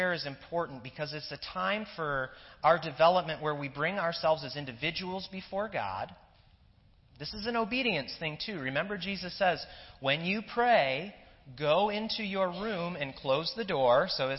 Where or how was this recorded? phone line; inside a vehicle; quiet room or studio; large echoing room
large echoing room